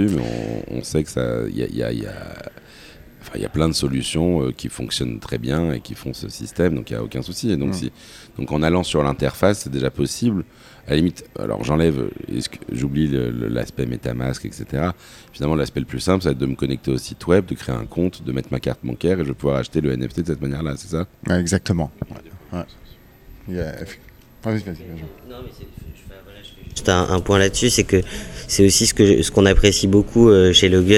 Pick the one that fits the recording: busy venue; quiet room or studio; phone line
busy venue